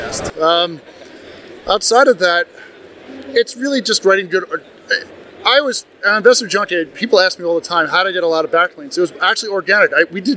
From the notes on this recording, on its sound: Recorded LIVE at FinCon 22. We apologize for the crowd noise in the background.